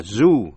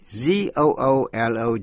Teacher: khi nó là zoo thì đọc với âm U, nhưng khi là môn học, zoology, Z-O-O-L-O-G-Y, zoology là môn cầm thú học, đọc với âm O